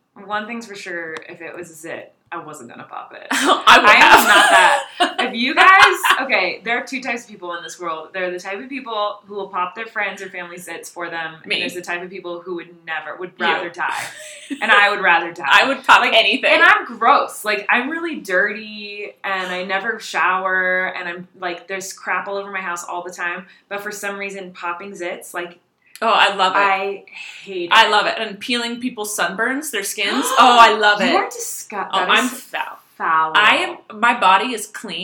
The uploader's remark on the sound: Sorry for the echo, a hotel room is very unforgiving